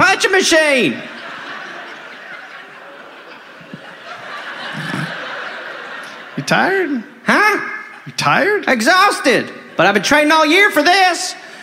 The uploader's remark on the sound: (Live). Live at the Lincoln Theater in Washington DC.